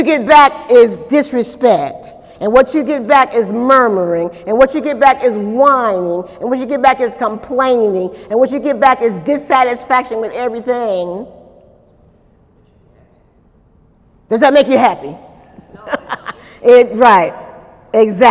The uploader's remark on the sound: During Wednesday night service on April 26, 2018